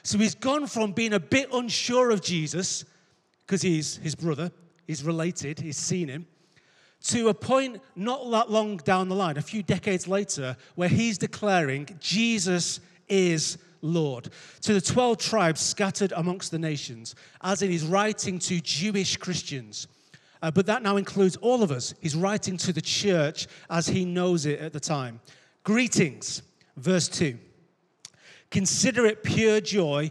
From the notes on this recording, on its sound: Recorded live at Life Church Lancashire 12th June 2022.